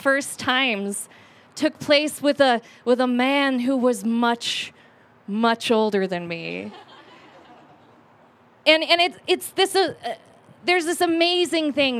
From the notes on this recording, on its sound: from a Raconteur event recorded at Carbon on July 12